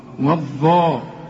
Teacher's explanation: اللام شمسيه، بتضغم في الحرف اللي بعدها وبتتحول الى نفس الحرف، يعني اللام دي بتخش في الظا وتبقى ظا، والظا.